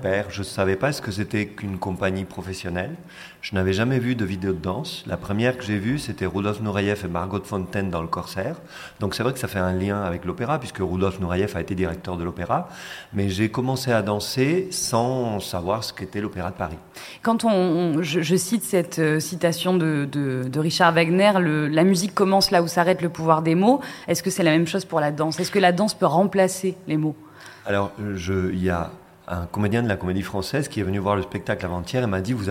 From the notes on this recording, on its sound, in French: nous avons réalisé une émission en public et en direct